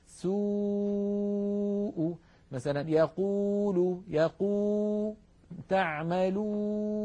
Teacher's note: هذه الواو عندما تخرج نلاحظ بأن الصوت لا يعترضه جزء من الفم حتى نقول إن هذا المكان هو مخرج الواو.